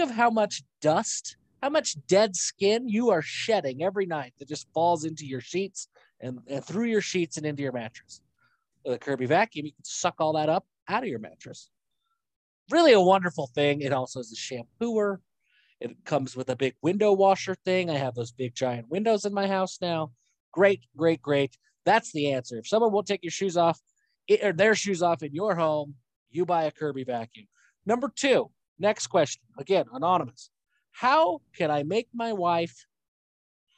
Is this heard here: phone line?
no